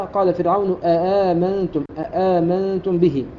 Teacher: قرأ صحبة بتحقيق الهمزة الأولى وتسهيل الهمزة الثانية مع إبدال الهمزة الثالثة ألفا